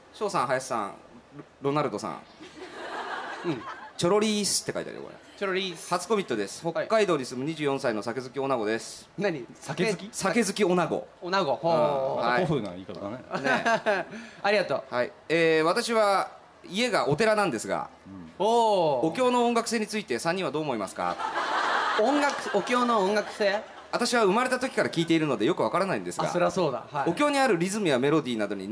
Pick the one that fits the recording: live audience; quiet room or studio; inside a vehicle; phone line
live audience